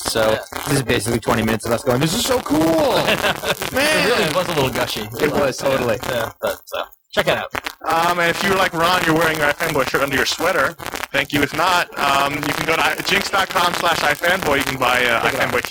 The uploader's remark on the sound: Live, from Jim Hanley's Universe. The live show gremlins have reappeared.